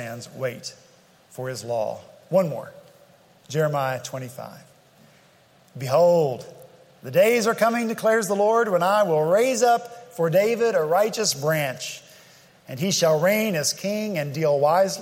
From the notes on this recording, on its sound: At Redeemer Presbyterian Church in Charleston, SC